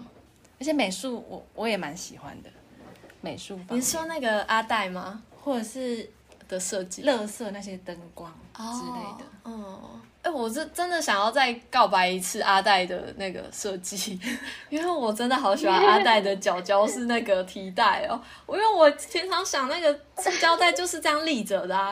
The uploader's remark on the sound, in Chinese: 與來賓在不同空間錄音，所以會有不同的背景音